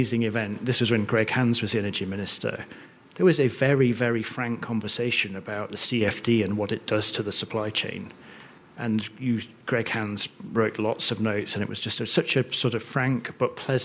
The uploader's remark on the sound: Live from Spotlight with OWGP. Our first live podcast. Live at the first UK Offshore Wind Supply Chain Spotlight event at the Queen Elizabeth II Conference Centre in London.